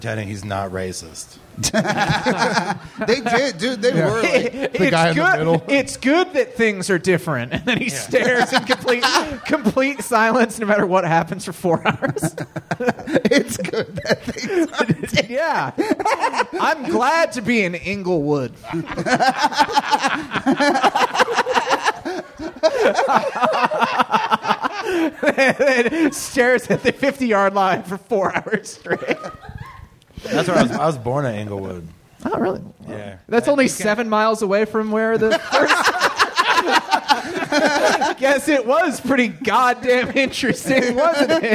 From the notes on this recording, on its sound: This live talk show is recorded in front of a human audience at 7:00 PM on Thursdays at Chameleon in Northside, Cincinnati.